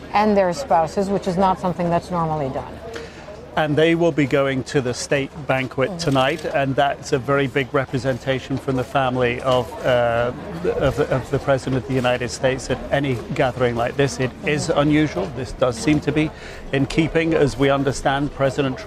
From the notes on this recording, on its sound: live from the New York Stock Exchange